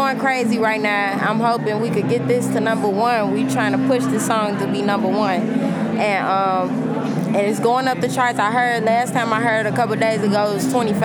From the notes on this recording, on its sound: In an interview recorded at the ChicagoMade showcase event at SXSW. Recorded at SXSW 2016 for Illinois Entertainer, Chicago Inno, #ChicagoMade, and Dynasty Podcasts.